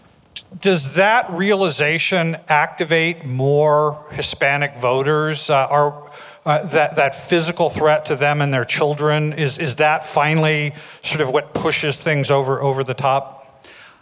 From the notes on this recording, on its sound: This interview was recorded in front of a live audience at the Knight Media Forum in Miami, Florida.